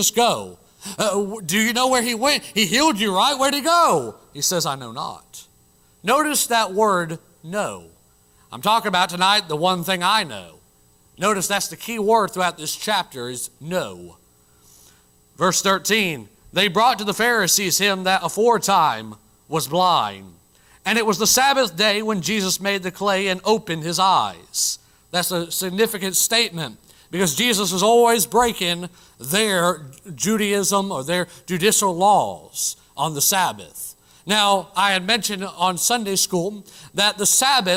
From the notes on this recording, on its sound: Originally preached at the White Horse Heights Baptist Church in Greenville SC.